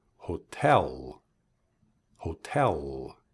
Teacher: That's right, hotel, with the emphasis on the second syllable, hotel. Uso las cuerdas vocales para decir esa última sílaba, ¿cierto? Hotel.